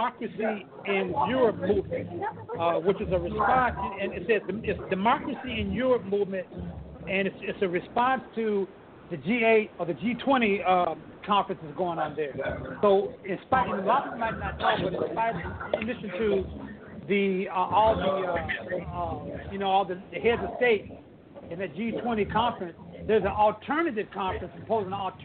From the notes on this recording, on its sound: Report Live From Socialism2017 Conference In Chicago.